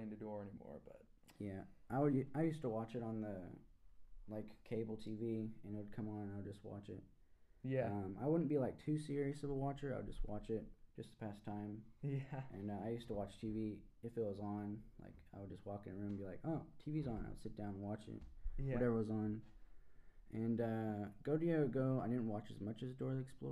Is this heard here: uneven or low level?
yes